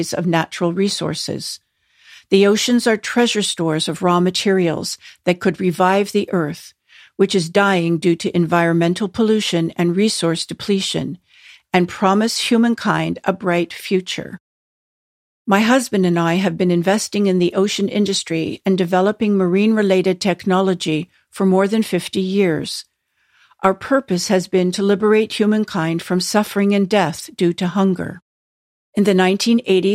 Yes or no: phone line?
no